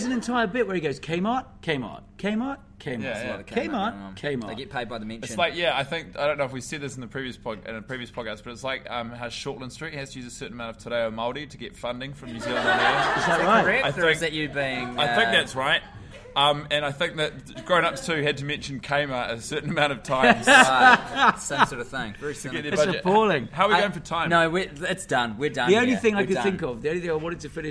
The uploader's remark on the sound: As part of the NZ International Comedy Festival, the boys have recorded the epsiode live in front of an audience in downtown Auckland at New Zealand's only full-time comedy club, The Classic.